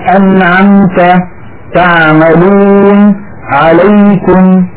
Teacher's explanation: هذه العين تخرج من وسط الحلق. واحب ان انبه بان العين الفصيحه اعمق من العين التي نعتاد في اغلب العاميات المعاصره ان ناتي بها.